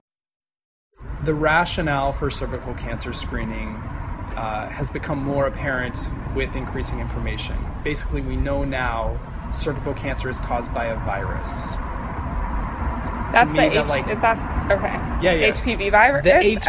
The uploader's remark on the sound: The interview took place on a sunny Friday afternoon. Sat outside in a little courtyard attached to the Planned Parenthood building. You may notice some background noise on the recording of the interview. Those are the sounds of 5:30pm at what is basically a 5-way intersection.